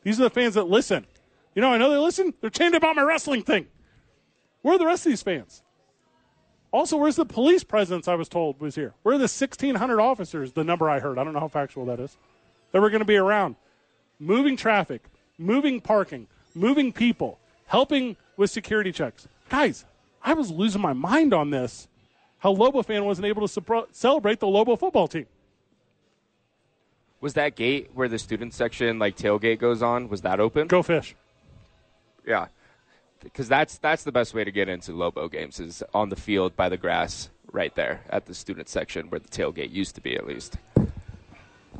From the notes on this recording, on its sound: live from Howie's for two MNF Games